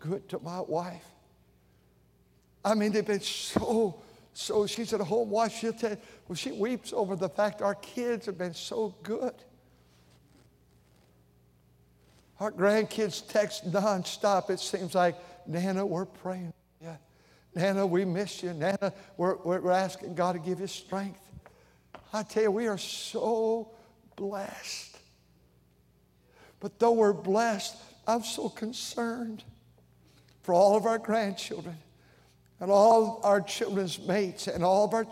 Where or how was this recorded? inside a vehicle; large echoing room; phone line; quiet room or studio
large echoing room